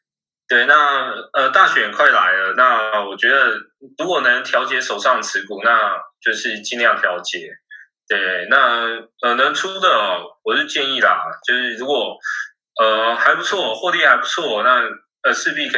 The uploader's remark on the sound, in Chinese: 我們這次用遠端來錄音。音質聽起來不是很優。